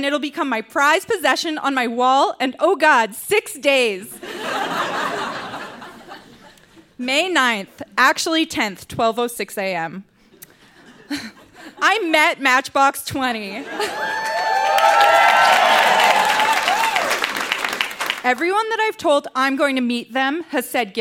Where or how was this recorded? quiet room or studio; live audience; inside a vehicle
live audience